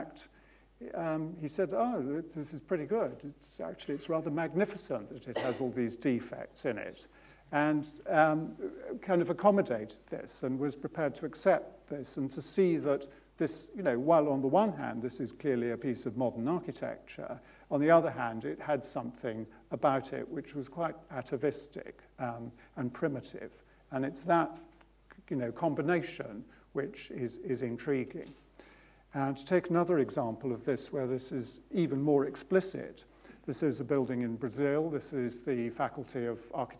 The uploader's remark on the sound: UCL Lunch Hour Lecture